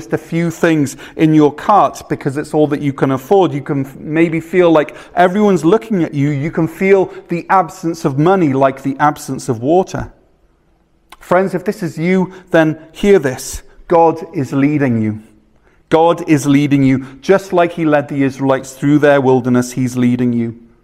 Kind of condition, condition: setting, large echoing room